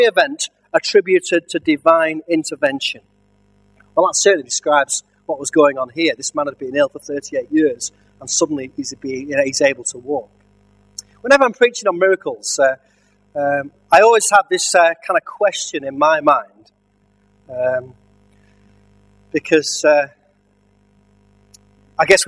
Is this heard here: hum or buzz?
yes